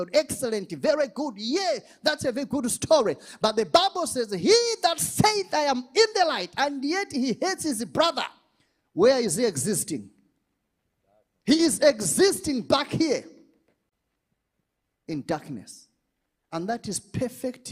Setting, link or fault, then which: setting, large echoing room